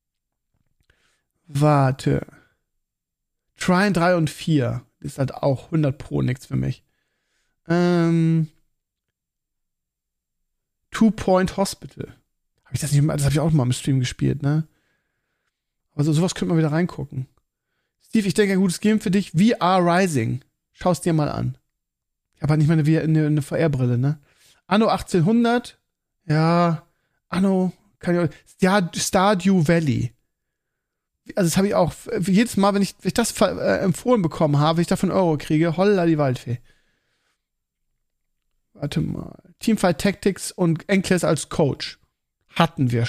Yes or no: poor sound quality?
no